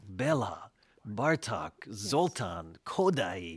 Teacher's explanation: Hungarian language, where the emphasis is always on the first syllable